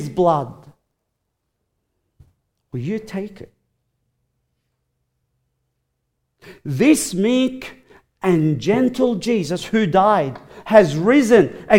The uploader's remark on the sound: recorded live at Grace Community Bible Church